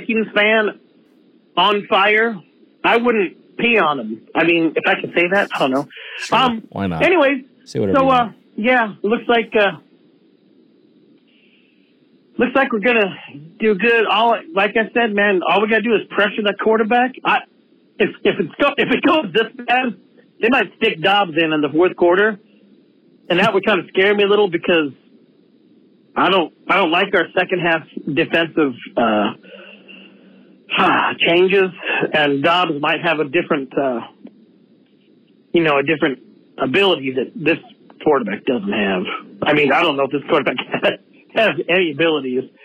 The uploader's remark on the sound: Fans call in with their passionate reactions